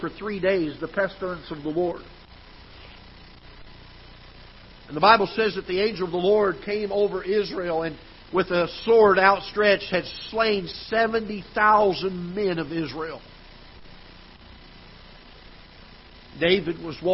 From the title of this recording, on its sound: Ketha Heights Baptist Church ~ Live Broadcast